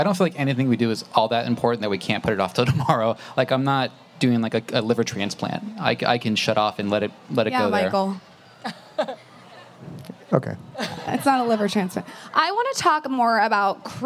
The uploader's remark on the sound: we pull audio from our live event at The Grove in LA